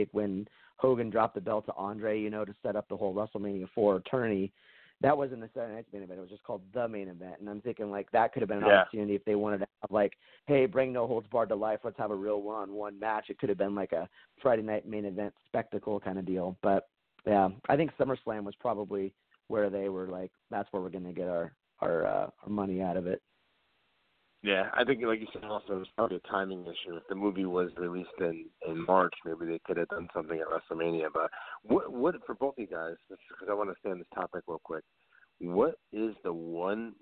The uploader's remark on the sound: we take your calls LIVE on the air